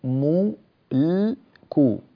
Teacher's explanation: ضممت شفتي في الميم لأنها مضمومة وضممتها في الكاف كذلك، أما اللام التي بين الميم والكاف فساكنة، فعد بشفتيك إلى الخلف في وضع طبيعي، لا تنطق اللام وأنت ضام الشفتين، فهذا غير مناسب.